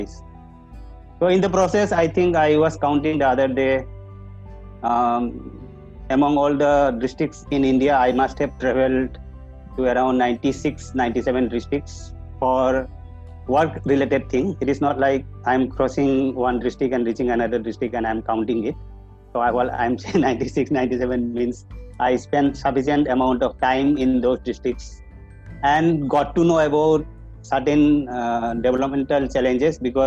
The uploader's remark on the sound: A series of interactive session over zoom.